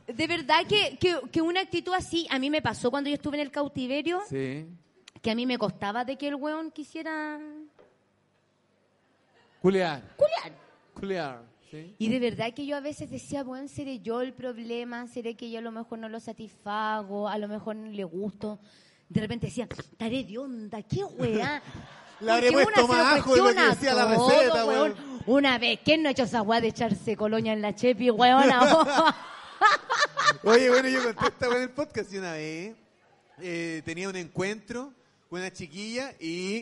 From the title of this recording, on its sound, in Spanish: En Vivo en el Comedy Restobar "El Ritual del Ajo"